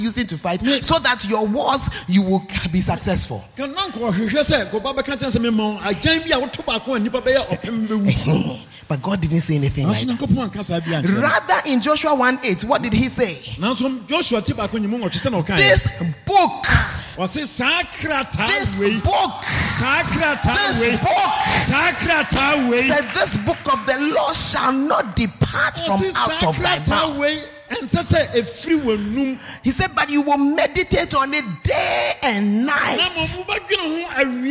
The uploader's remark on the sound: preached at Art of Leadership Conference, Nkoranza